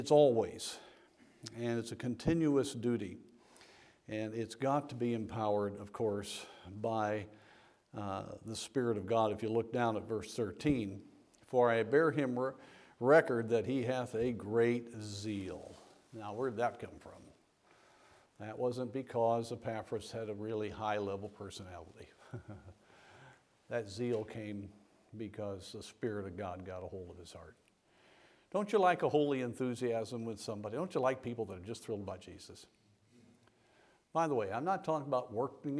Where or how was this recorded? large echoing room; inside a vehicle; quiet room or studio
large echoing room